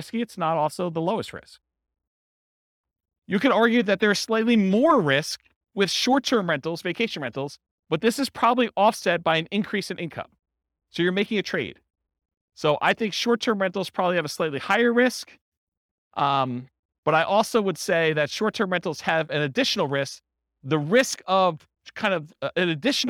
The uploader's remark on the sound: This was a live class recorded